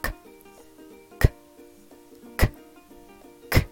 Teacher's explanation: 最後は K の音。喉の奥で空気を抜く音です。